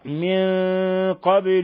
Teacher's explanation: قوله تعالى: من قبل، نون ساكنة جاء بعدها القاف، الحكم التجويدي إخفاء حقيقي. ولما سكنت الباء في لفظ قبل فلابد من قلقلتها، لأنها أحد الحروف الخمسة المجموعة في قطب جد، فتقرأ: من قبل هدى للناس.